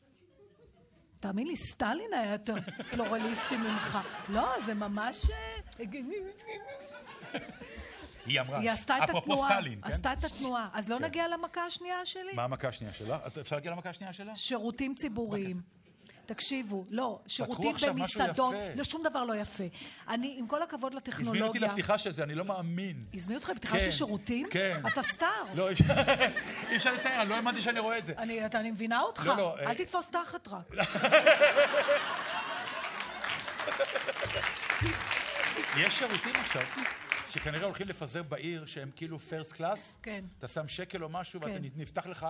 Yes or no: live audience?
yes